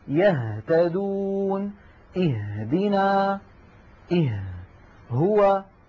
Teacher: فالهمزة والهاء تخرج من أبعد منطقة من الحلق، وقد سماها العلماء كما رأينا أقصى الحلق.